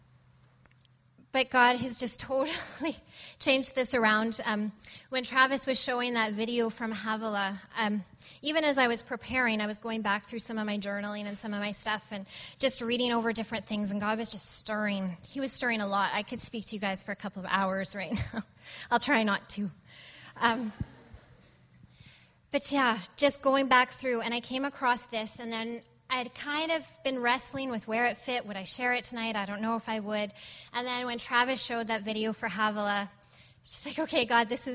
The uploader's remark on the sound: at Resurgence Edmonton on May 31, 2014